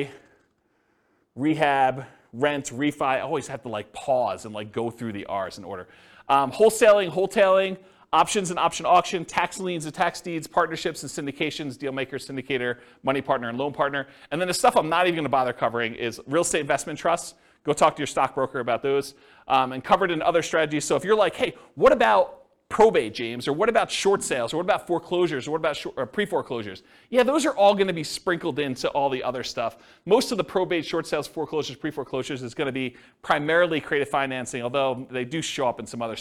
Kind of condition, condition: setting, live audience